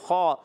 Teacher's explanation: خوا حلق کے اوپر والے حصے سے ادا ہوتا ہے